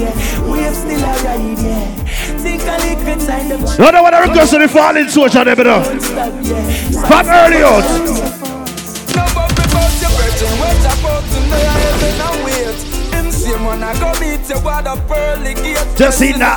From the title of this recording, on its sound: LIVE AT GALLIS WEDNESDAYS